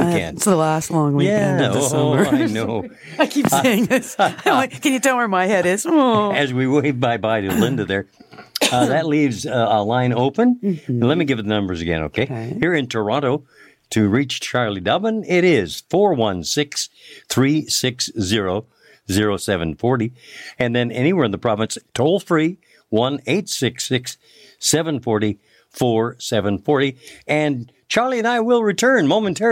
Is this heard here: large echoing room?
no